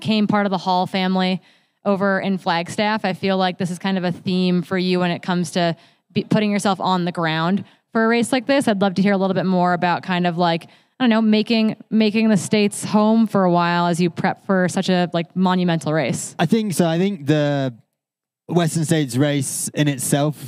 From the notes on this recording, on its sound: This is the audio from our third annual pre-race live interview show from the Western States 100. This is the afternoon session from Thursday June 22nd, our second of three sessions over the next 24hrs.